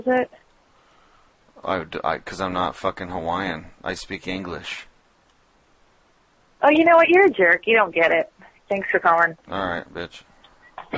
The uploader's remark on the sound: Prank Phone Calls